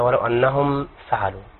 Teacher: وقوع الفاء بعد الميم الساكنه والفاء من الاظهار الشفوي